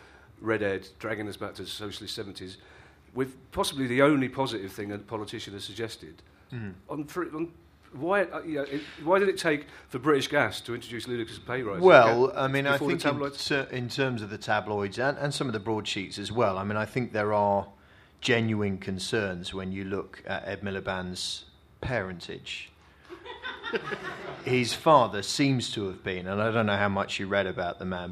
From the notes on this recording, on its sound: all recorded in the storm-proof basement of Soho Theatre